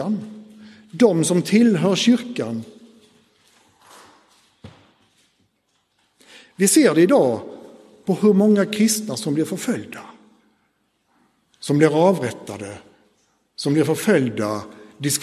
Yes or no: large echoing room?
yes